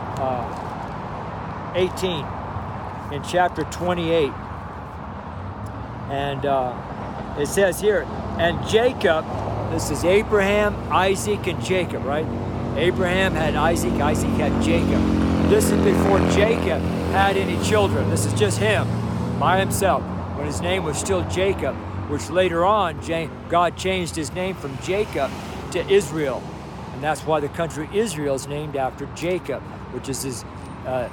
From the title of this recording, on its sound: STREET SERMON